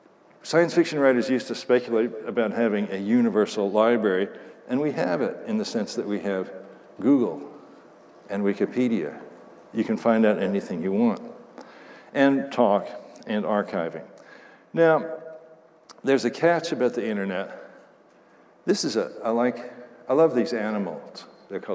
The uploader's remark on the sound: Talk at the IOHK Summit conference in Miami Beach.